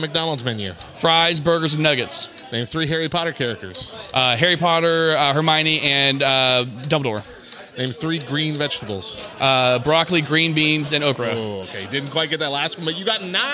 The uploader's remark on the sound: Live Interviews | LTNcon In Your Own Words: Attendees